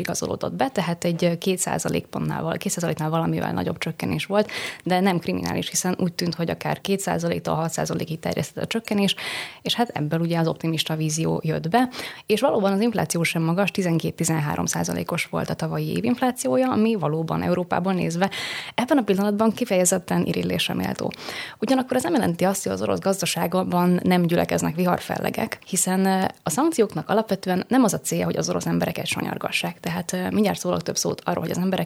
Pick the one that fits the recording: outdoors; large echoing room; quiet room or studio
quiet room or studio